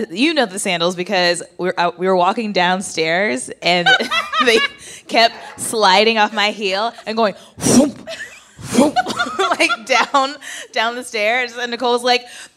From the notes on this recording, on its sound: Recorded live at the Largo at the Coronet. Some audience questions!